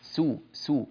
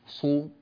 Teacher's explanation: لا لا لا ينبغي تفخيم السين · Shown in: first take · الطاء مفخمة نعم، لم ننفي ذلك، لكن الطاء لا تؤثر على السين المجاورة لها. · Term: السين هنا مرققة